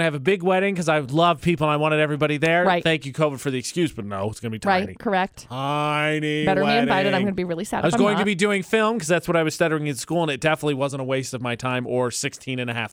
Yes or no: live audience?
no